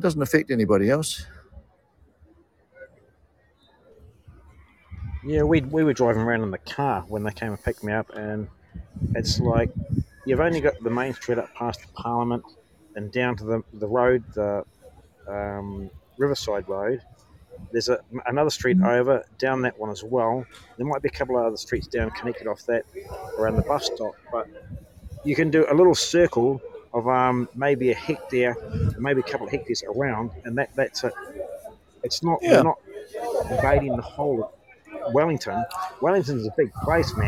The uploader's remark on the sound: Live at Parliament, Wellington